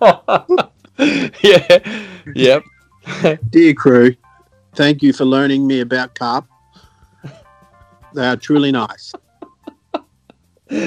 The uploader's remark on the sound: we call into tropical Cape York